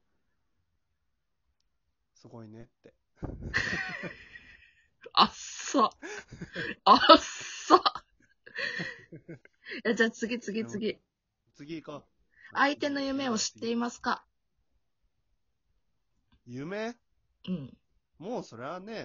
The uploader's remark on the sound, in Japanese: From Radiotalk。リモート トークをしました。音声バランスが難しいー。